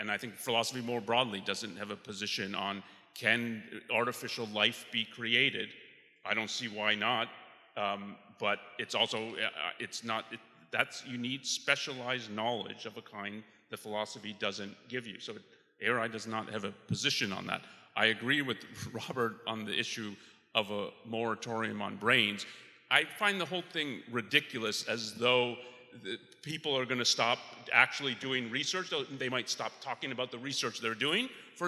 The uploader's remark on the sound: Attendees take this final opportunity to pose any lingering questions the conference may have raised. Recorded live at Ayn Rand Con Europe 2023.